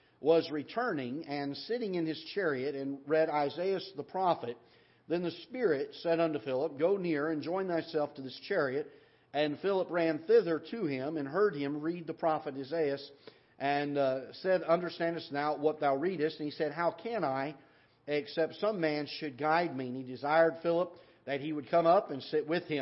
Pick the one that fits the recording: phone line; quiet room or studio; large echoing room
large echoing room